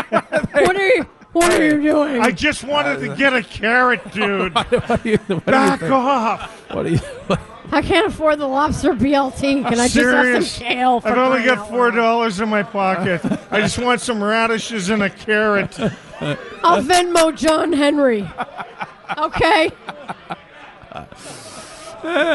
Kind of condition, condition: setting, busy venue